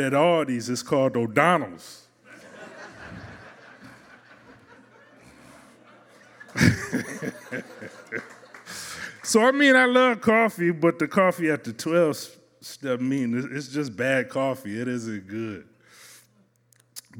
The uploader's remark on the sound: As they experience the accompanying song covered by our house band, live at Martyrs in Chicago's North Center neighborhood.